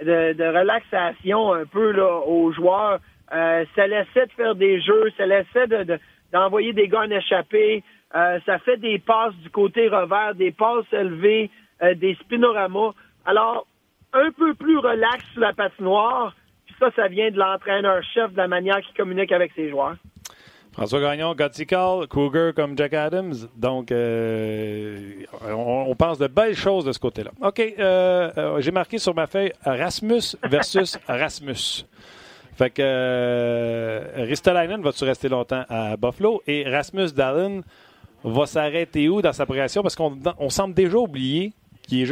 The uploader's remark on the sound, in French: au bout du fil